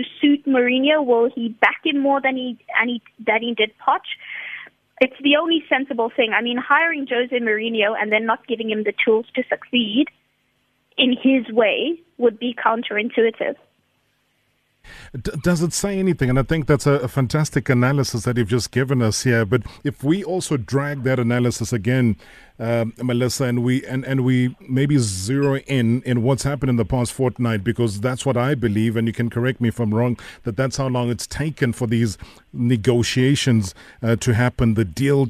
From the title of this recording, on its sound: We are joined on the line